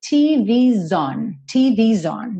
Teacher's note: The TV's on, aqui TV, com esse apóstrofo S, ficou como se fosse TVs, como se fosse um plural, né? E esse S, então, vai juntar no on com um sonzinho de Z, TV's on, TV's on.